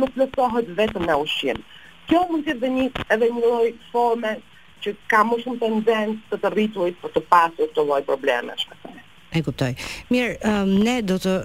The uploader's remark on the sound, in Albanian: Nëpërmjet një lidhje telefonike për “Live From Tirana”.